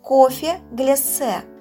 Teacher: Но когда я произношу это слово, мне хочется произнести долгий звук «с», и так оно и произносится, особенно в потоке речи, да, когда мы не задумываясь произносим это слово, то мы произносим его э, звук «с» в этом слове несколько дольше, чем в обычных словах · это слово произносится с твердым звуком «с» на конце